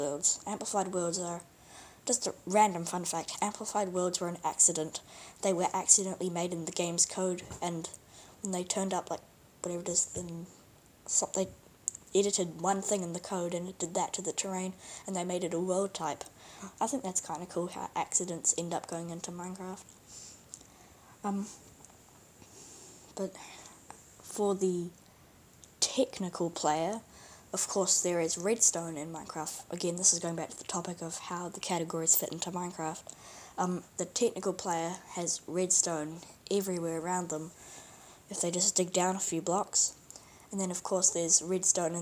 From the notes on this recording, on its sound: Sorry if I'm a little quiet, I recorded this quite late.